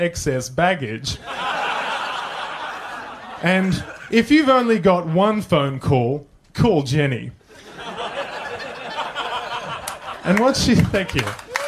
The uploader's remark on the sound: Live on stage at the FBi Social and live on FBi radio